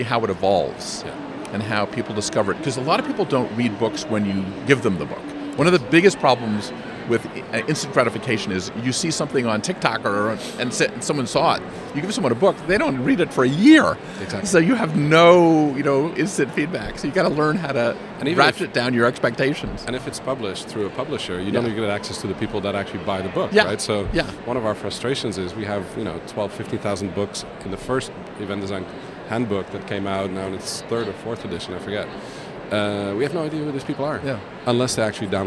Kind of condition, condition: setting, busy venue